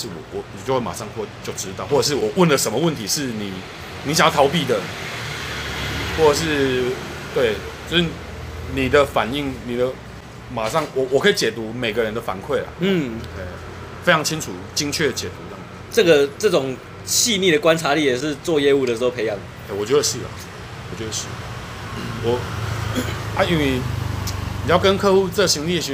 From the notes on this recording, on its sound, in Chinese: 錄音地點：台南 牽咖啡 Chen Coffee